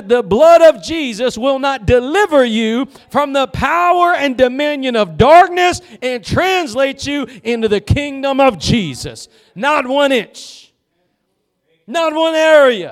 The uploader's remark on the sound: Preached at Gospel Lighthouse in Bossier City, La.